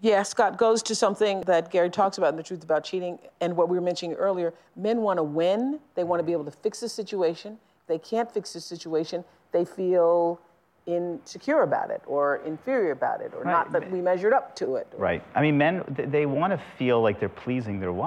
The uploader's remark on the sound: talks with couples and the audience